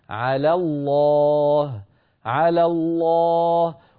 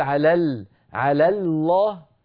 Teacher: تنتقل من لام على المرققة إلى لام لفظ الجلالة المشددة المفخمة · Shown in: first take · هكذا، على الله على الله، ولا تقول على ال على الله، كيف تقول على ال، بل تقول على ال من لام مرققة إلى لام مفخمة.